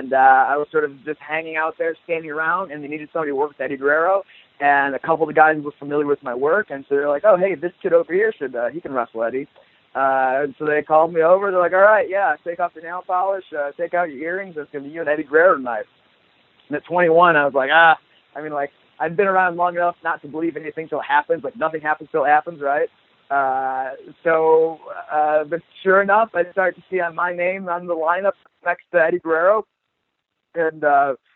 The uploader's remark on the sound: the full audio from today's Impact Wrestling teleconference